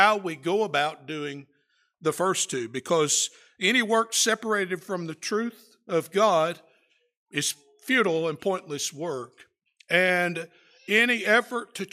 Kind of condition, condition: setting, large echoing room